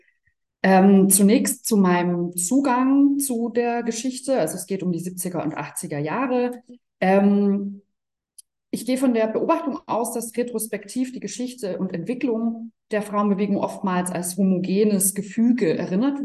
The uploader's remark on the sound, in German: Ein Mitschnitt aus der Online-Vortragsreihe des feministischen Wissenschaftskollektivs „Zwischen Institution und Utopie“.